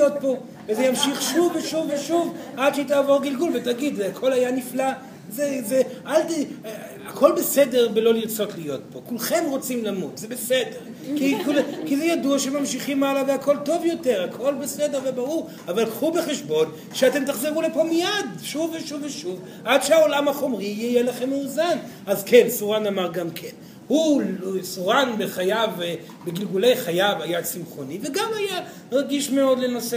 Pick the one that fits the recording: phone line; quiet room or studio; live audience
live audience